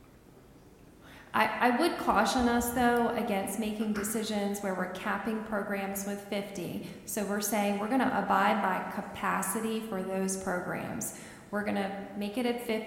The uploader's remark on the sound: An audio recording of the Board of Education regular meeting on August 26, 2019.